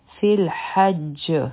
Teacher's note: دا په اصل کې وو فیل حجی، لیکن د ادرېدو په وخت کې به د جیم د لاندې چې کومه کسره ده دا به په سکون کې بدله شي